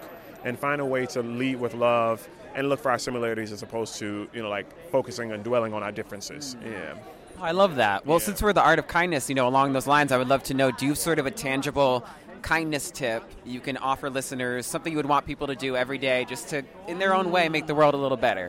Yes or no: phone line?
no